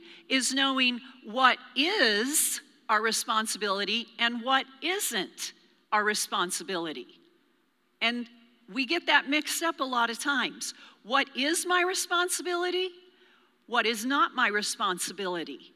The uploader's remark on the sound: Recorded live during our Wednesday night service